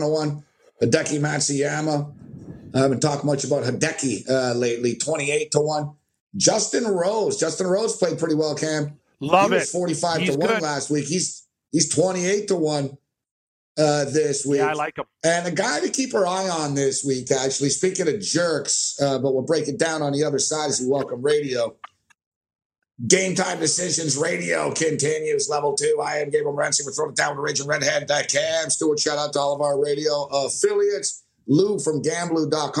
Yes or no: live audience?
no